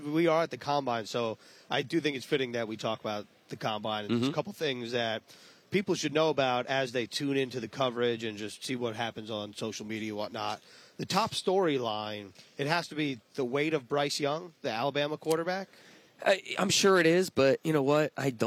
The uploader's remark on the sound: live from the 2023 NFL Combine